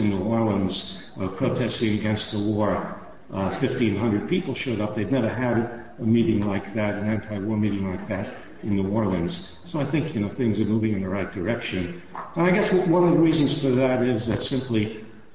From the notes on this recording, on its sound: Recorded on January 29, 2005 at the First Parish Unitarian Church in Cambridge, MA.